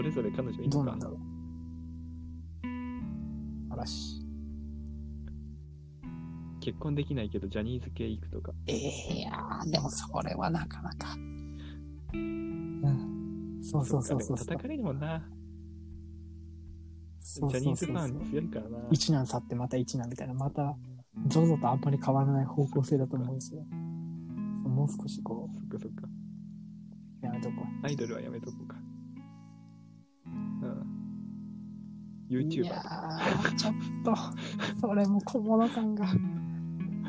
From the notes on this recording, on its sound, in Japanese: 機器の仕様で、録音された2人の会話が実際のものとズレています。そのため、一部相槌などがおかしいところがありますがご了承ください。またノイズが入っていてやや聞きづらくなっています。すみません。